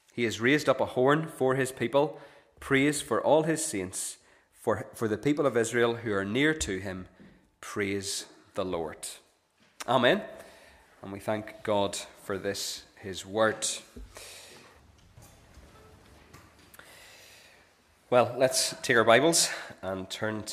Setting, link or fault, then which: setting, large echoing room